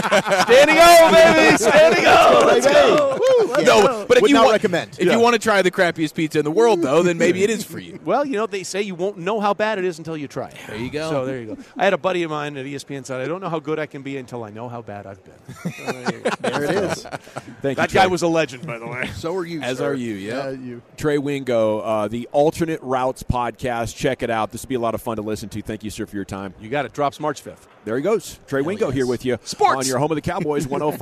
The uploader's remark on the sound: live from Super Bowl Radio Row